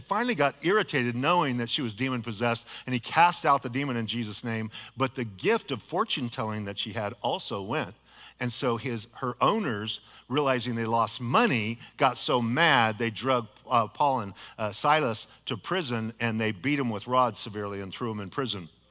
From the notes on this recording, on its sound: a sermon delivered as part of the Anchored Series at Godspeak Calvary Chapel in Newbury Park, California